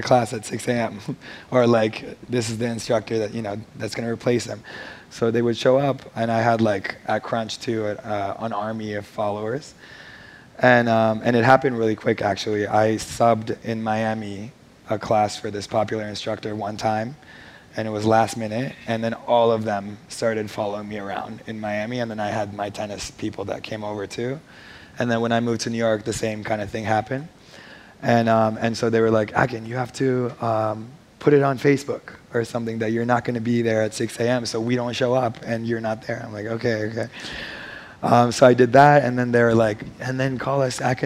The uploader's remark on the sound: On stage at #BoFVOICES 2017